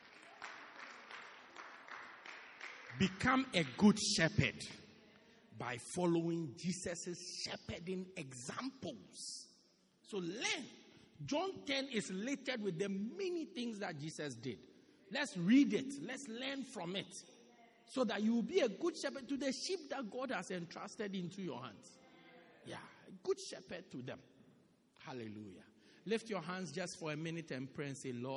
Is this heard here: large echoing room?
yes